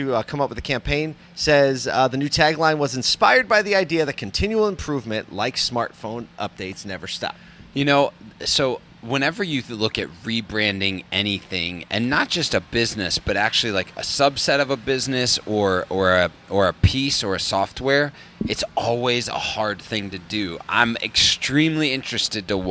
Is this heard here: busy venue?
yes